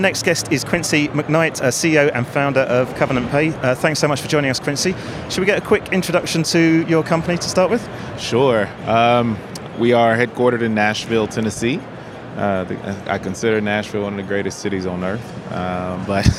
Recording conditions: busy venue